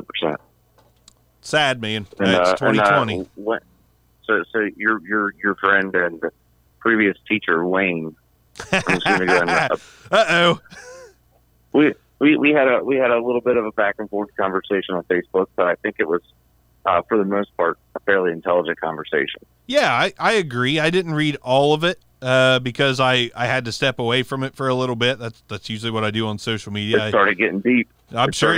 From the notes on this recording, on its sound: LIVE CALL IN SHOW. Went live, took some calls.